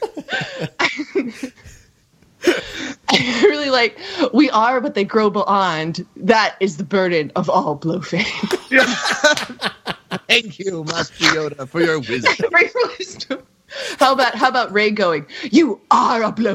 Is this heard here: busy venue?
no